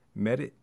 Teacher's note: So you feel like there's actually a bit of a stop. In a word like merit, the splashiness of that T will get cut off and it'll sound a little bit more like merit.